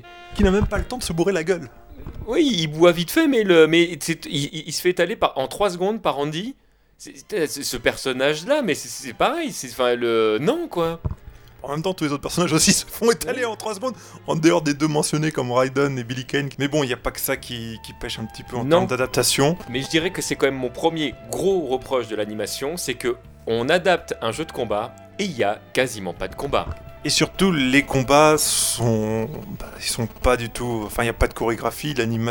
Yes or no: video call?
no